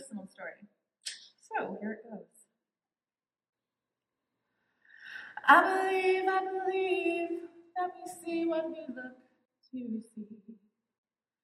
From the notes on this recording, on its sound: This telling took place in front of a live audience at the Tejas Storytelling Festival.